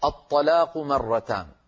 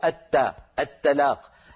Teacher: الطاء مفخمة، لو رققناها تصير التاء، التلاق، التلاق صارت من التلاقي، والطلاق صارت من التطليق، اختلف المعنى مجرد تفخيم وترقيق.